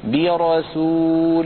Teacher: فيفخم الراء مع كونها قد سبقت بكسرة، إلا أن هذه الكسرة منفصلة